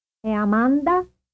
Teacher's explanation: a high or stress rise intonation is common for a casual yes-no question